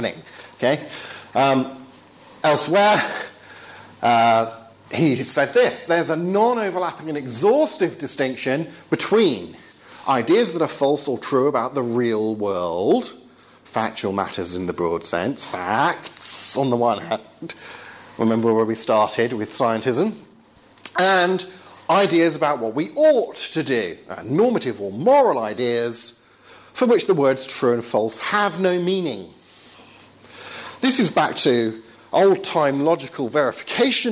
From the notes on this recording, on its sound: Talk with Q&A at Essex University.